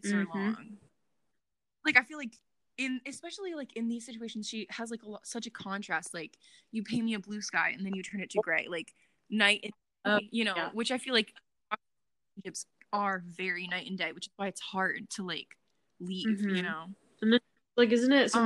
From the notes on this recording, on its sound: audio not perfecto